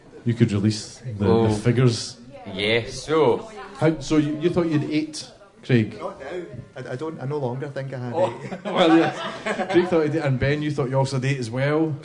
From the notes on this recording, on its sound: Nearly Men Live! A special episode recorded live as part of the Paisley Youth Arts Festival. A lovely audience.